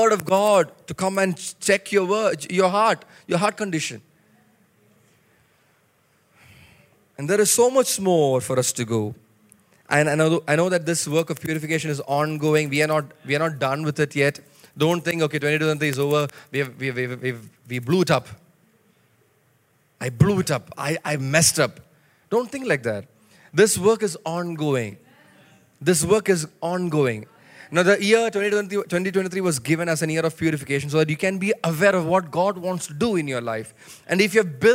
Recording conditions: large echoing room